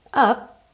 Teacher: Percebe que o P do up você não escuta, porque você não diz up, up, tá?